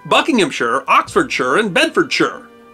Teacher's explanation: the pronunciation of those names was set before the great vowel shift, when shire would have been pronounced sheer